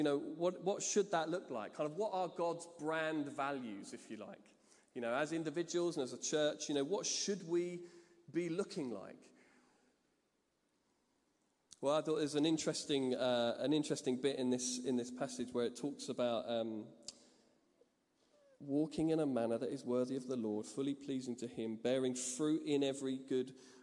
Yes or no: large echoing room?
yes